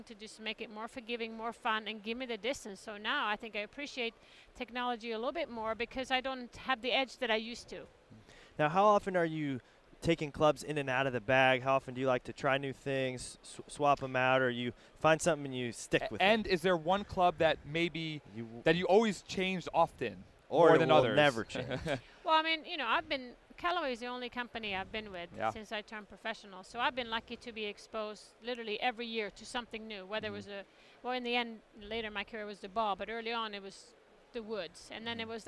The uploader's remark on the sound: Recorded at the PGA Show in January.